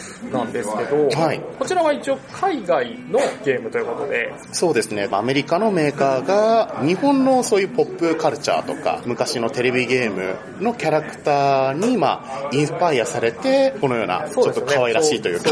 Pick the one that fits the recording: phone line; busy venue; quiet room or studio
busy venue